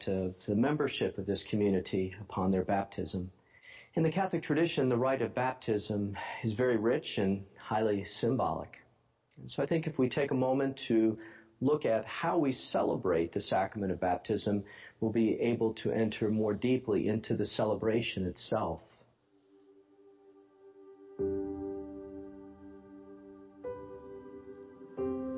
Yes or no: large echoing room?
yes